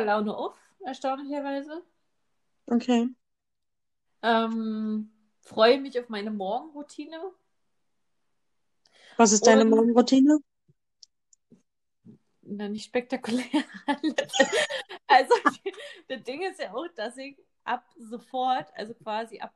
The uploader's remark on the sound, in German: Wir bleiben zu Hause und die Tonqualität befindet sich auch noch in Isolation. Wir sind halt keine Profis.